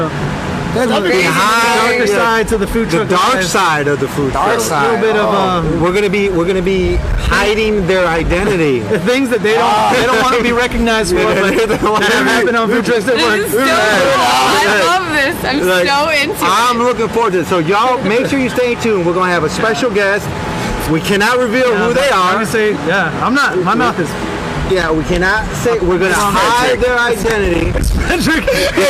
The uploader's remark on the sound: We were live at Truck Yard Houston in edo TX. We were live at Truck Yard Houston in edo TX chatting it up and eating bomb ass food.